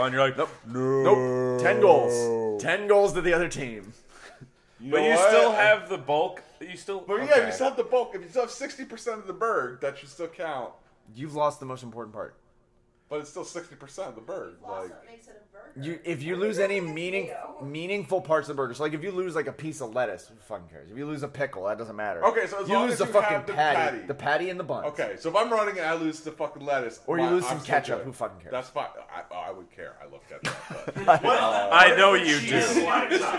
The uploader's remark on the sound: LIVE From a Crowded Hotel Room. LIVE recording at Raj of the Garage in Columbus, OH! I apologize for the echo.